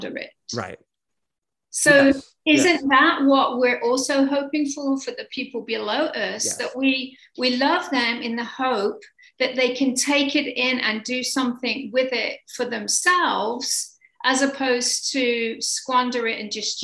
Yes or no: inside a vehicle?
no